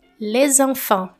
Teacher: Aqui tem esse som de Z, les enfants, porque o le termina com S e enfant começa com vogal. E aí você fala tudo junto como se fosse uma palavra só.